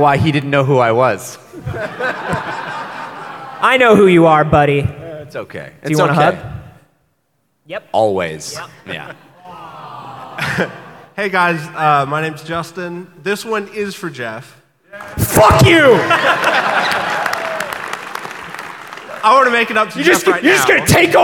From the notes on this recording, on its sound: LIVE from PAX South 2016! This one was recorded live at the PAX South convention in San Antonio Texas, and consists entirely of questions from the audience.